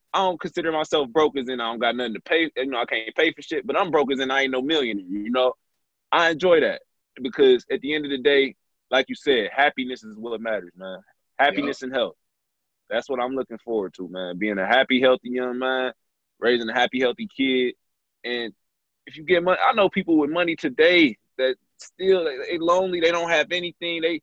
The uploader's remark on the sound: Sit down on zoom.